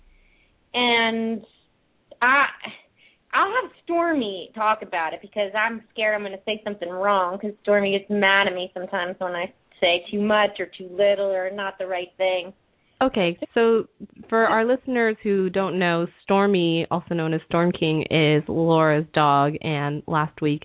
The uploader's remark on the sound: open up the lines for listeners to call